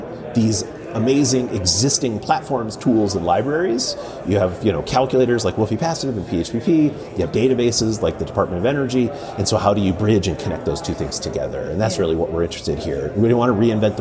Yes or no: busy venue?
yes